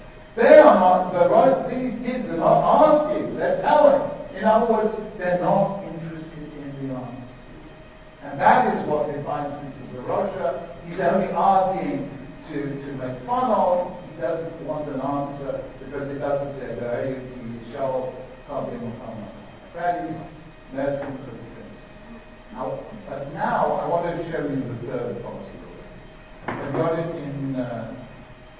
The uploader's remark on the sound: delivered at Yeshiva University